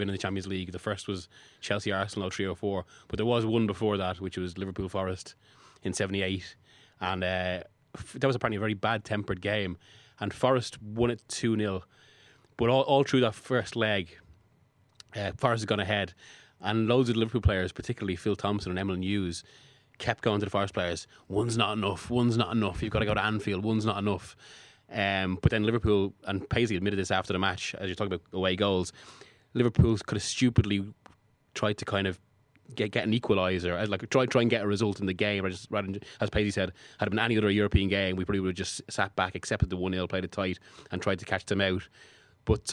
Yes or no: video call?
no